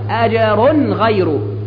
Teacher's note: فلهم أجر، أجر الجيم تقلقل، أجر غير، التنوين هنا حكمه الإظهار لأنه وقع بعده غين وهي من حروف الحلق الستة